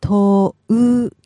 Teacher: the two U's in there mean you hold it.